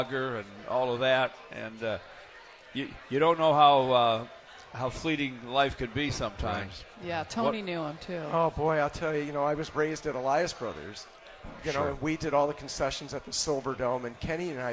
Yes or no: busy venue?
yes